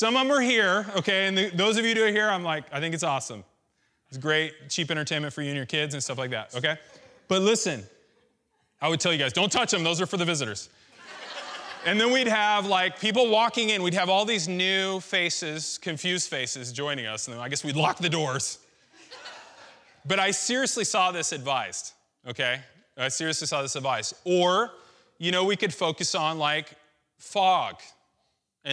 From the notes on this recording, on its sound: This message was recorded on July 17th, 2016 at our Menifee campus.